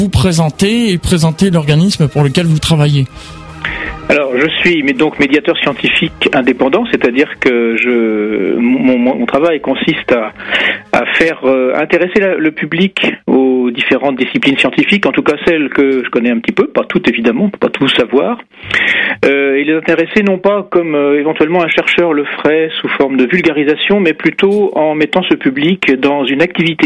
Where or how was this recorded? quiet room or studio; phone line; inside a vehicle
phone line